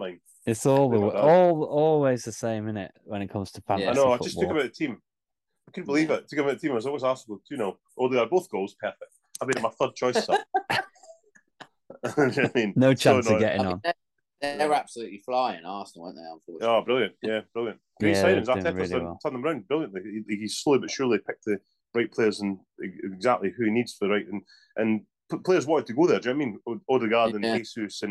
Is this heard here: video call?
yes